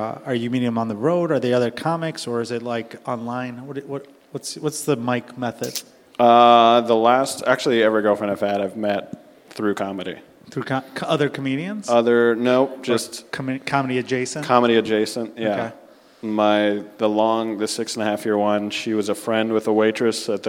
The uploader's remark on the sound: LIVE from Cubby Bear SINGLES ONLY!